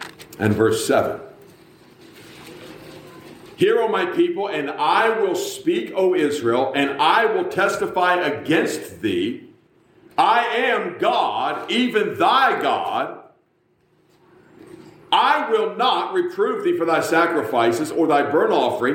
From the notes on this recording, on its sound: A message preached at the Black Creek Baptist Church in Black Creek, NY.